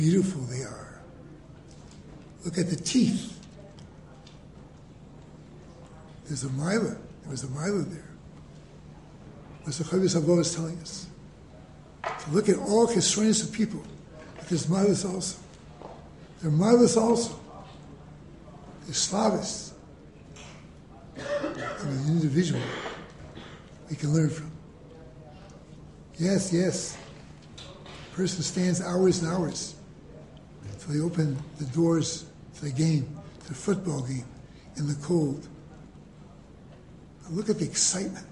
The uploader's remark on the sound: Delivered in the Glueck Beis Medrish